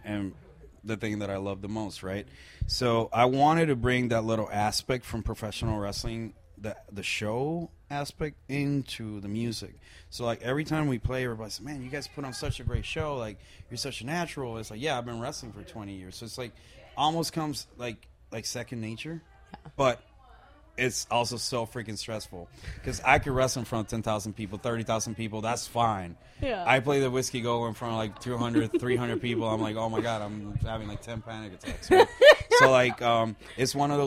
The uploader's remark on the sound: at the Whisky A Go-Go in West Hollywood, CA + live show footage for Last Rockers TV!